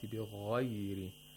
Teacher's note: غَيْن also has tafkhim. And غَيْن is a weak fricative. We shouldn't say بِغَيْرِ.